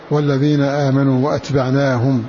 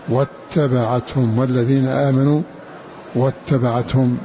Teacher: بقطع الهمزة وتخفيف التاء وإسكان العين · Shown in: first take